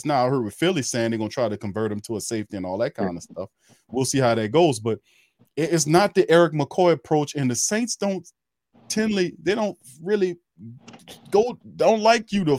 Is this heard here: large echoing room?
no